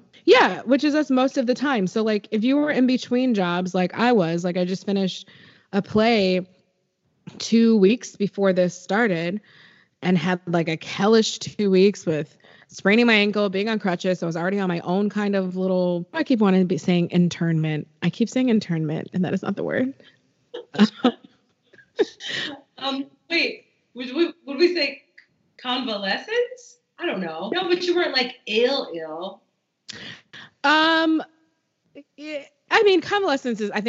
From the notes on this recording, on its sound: Currently trapped in San Francisco! Please excuse the wonky sound - we’re on Skype and it’s QUARANTIME!